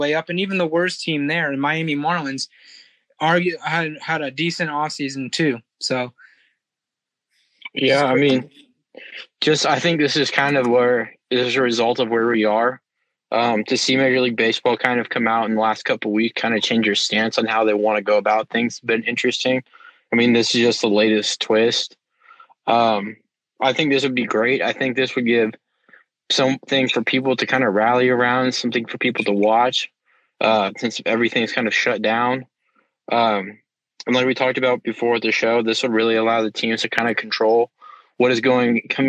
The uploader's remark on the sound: In a phone interview